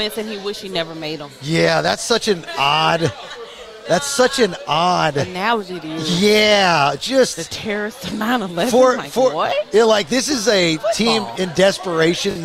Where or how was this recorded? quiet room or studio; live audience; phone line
live audience